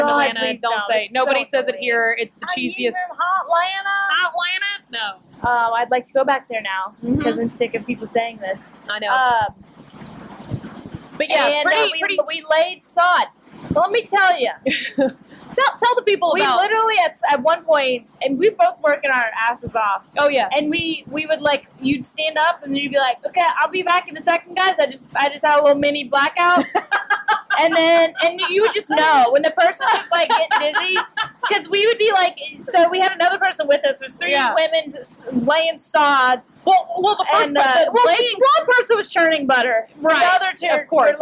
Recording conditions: background noise